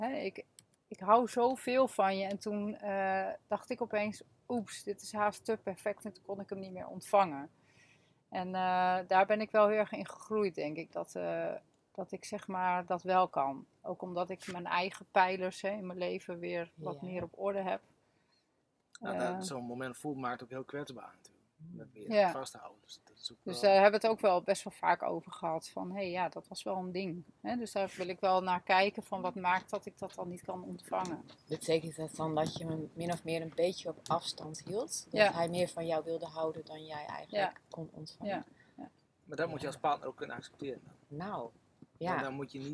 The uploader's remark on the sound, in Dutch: Op het heerlijke Vlieland! Compleet met meeuwengeluiden op de achtergrond.